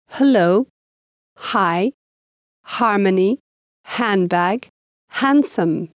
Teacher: «х» — это звук глубокий, он образуется в гортани и произносится на легком выдохе, а русский звук «мелкий» — он является заднеязычным, образуется в конце горла.